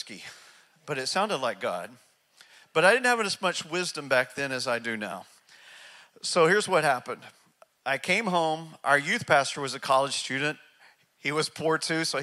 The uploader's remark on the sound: speaks from North Palm Church in Charleston, South Carolina